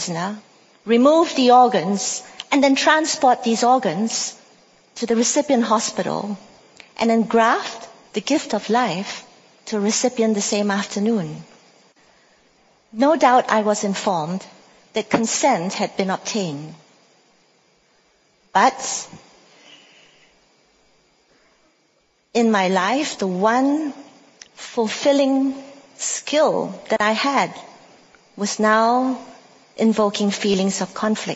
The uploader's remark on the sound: At the INK Conference